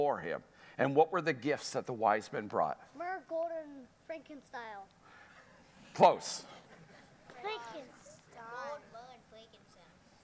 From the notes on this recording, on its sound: Sunday Service live broadcast